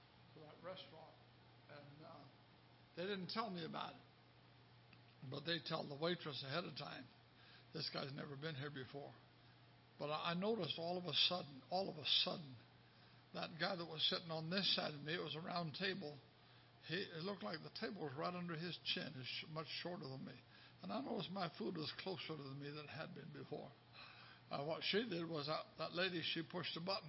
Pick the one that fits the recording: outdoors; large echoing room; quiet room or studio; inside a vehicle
large echoing room